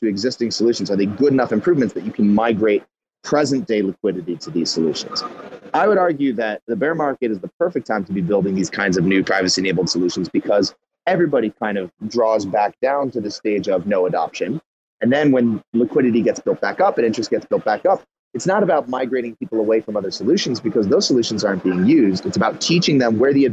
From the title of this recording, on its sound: Live from Cosmoverse 2022